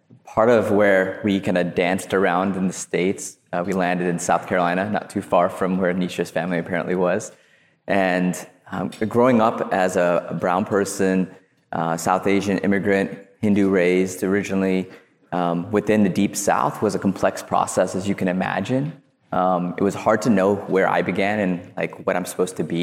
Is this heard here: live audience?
yes